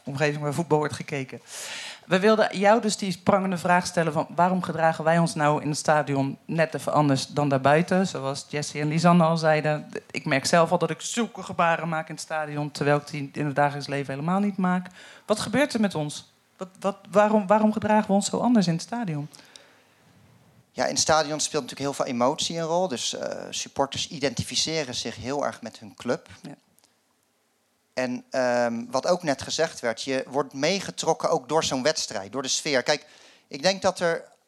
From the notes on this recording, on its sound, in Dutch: Tijdens deze tweede aflevering van live talkshow en podcast Ken Je Dat Niet Horen Dan? De show is maandelijks live te zien in Theater Walhalla in Rotterdam (Katendrecht).